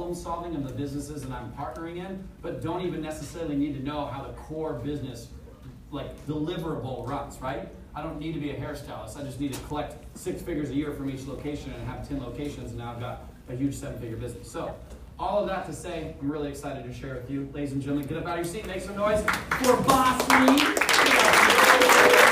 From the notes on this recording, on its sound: This episode is recording from a keynote speech I gave in Newport Beach California about culture and scaling your business.